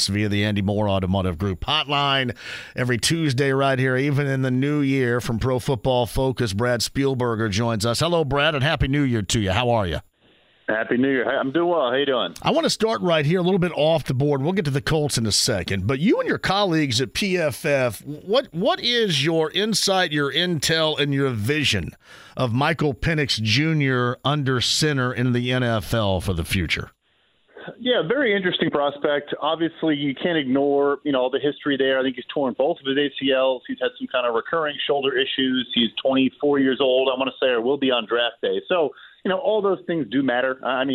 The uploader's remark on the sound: Opens the phone lines and takes some calls from Colts fans!